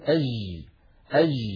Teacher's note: بعض البيئات العربية تجعل هذا الحرف رخوا